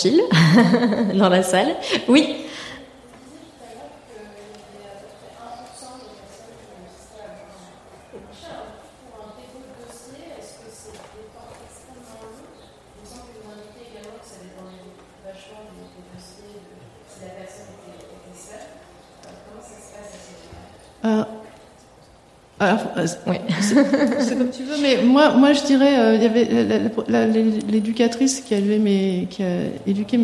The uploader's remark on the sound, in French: Enregistré en direct du festival PodRennes. Mais aujourd'hui, vu que l'introduction est également enregistrée en direct, nous allons tout de suite en apprendre plus ensemble.